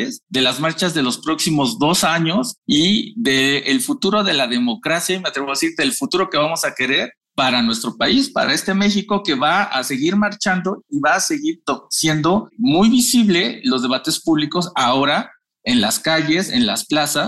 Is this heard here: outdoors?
no